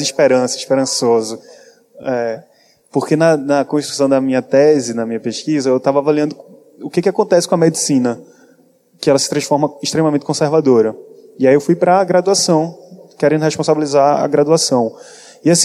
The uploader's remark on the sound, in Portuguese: Gravado durante o 17º Congresso Brasileiro de Medicina de Família e Comunidade. Apoio Técnico da gravação e captação de Áudio: equipe da organização do congresso Brasileiro de Medicina de Família e Comunidade.